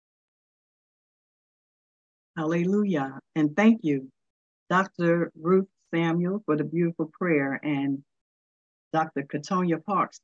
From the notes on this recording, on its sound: Charlotte NC Zoom Class.